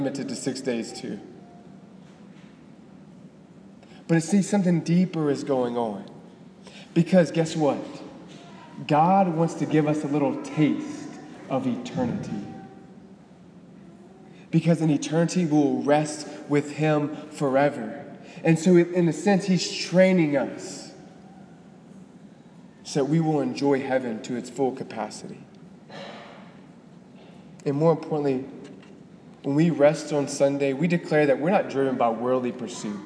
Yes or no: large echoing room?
yes